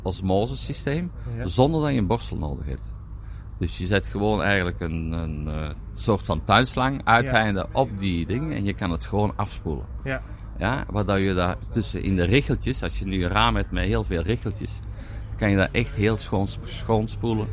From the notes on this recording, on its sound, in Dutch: Podcast live vanuit de Schoonmaak Vakdagen in Houten.